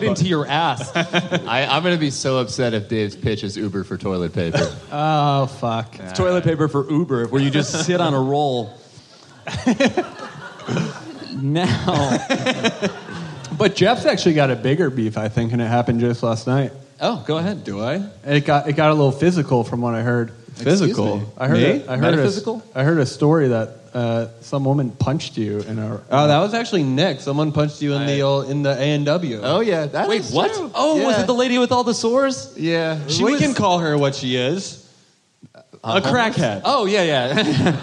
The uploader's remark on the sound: Live at JFL